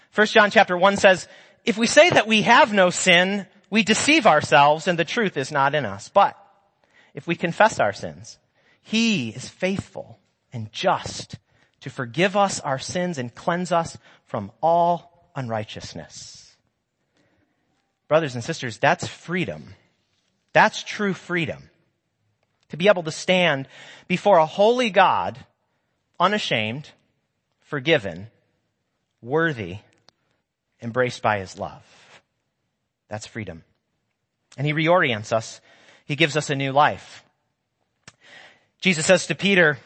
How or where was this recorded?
large echoing room